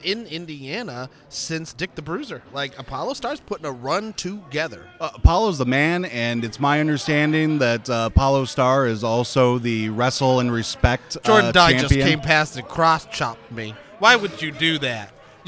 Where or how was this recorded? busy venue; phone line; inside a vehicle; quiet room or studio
busy venue